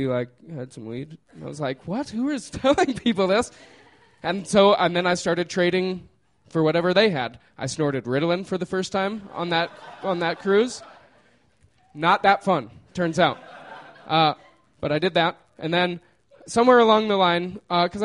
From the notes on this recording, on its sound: These stories were recorded by our good friends at The Denver Diatribe at Deer Pile on May 16, 2013.